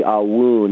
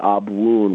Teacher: And that Avun sound, almost like A-W-O-O-N in the Eastern dialects, it would be Avun, and the Western would be Abwun with more like a B sound